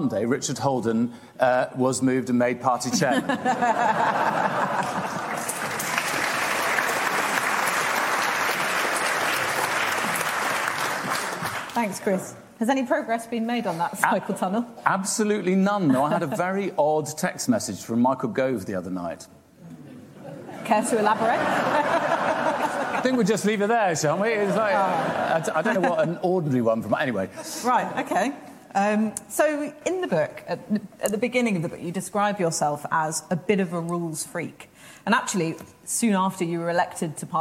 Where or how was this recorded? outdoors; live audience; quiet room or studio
live audience